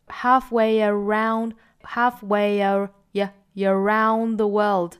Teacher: Halfway 和后面的 around 有一个元音加 y.